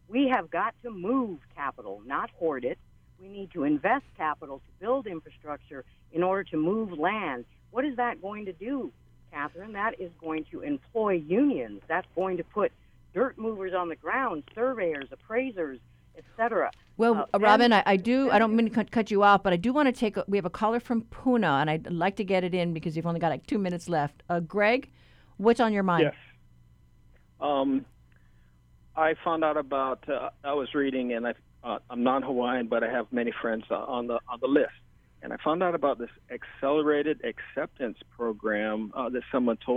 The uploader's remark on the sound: The Conversation hosted a call-in show.